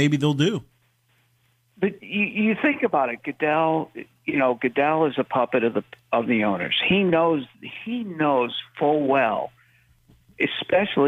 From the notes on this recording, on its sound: We open up the phone lines and take calls from around the country